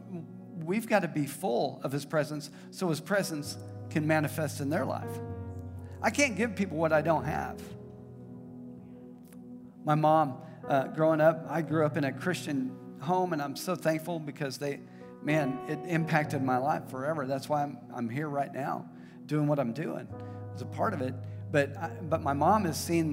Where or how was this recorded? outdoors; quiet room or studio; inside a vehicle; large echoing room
large echoing room